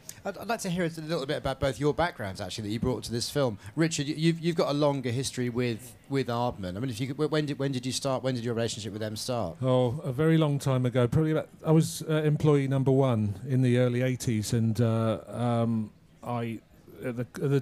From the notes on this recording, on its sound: at the Apple Store, Regent Street in London